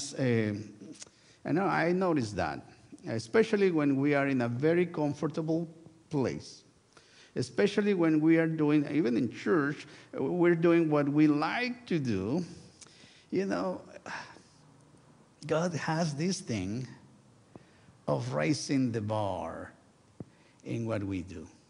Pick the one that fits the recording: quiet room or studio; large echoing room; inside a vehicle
large echoing room